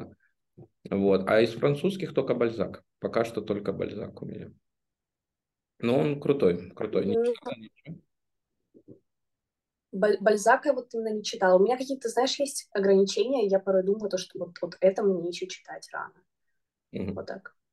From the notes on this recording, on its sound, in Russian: Мы записали новый зумподкаст.